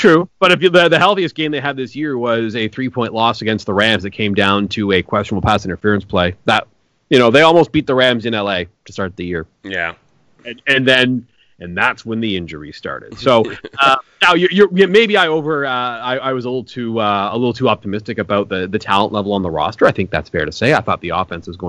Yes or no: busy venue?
no